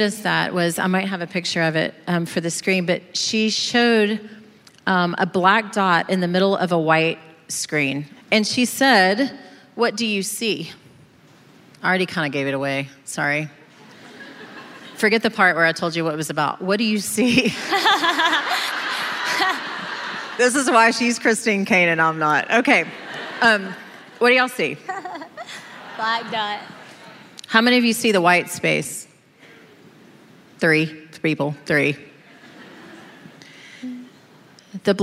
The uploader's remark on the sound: This conversation was recorded live at The Grove, a gathering for the women of Atlanta, Georgia, now in its ninth year.